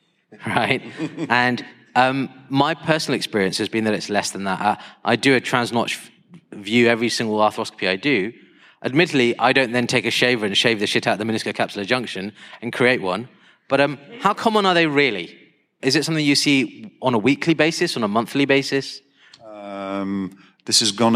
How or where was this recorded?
live audience